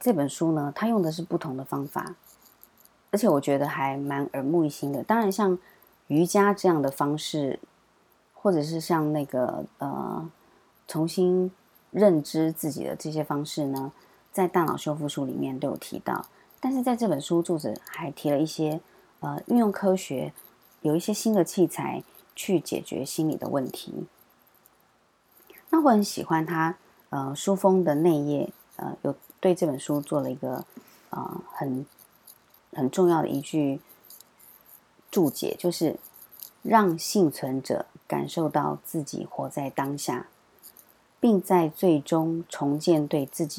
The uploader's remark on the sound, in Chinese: 本週背景白噪音：樓上施工打地板，請多包涵。